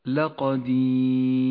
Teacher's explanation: نبدأ بالراء المرققة التي سبقت بالياء الساكنة في قوله تعالى لقدير، سكنت الراء بسبب الوقف وجاءت قبلها ياء ساكنة، تقرأ مرققة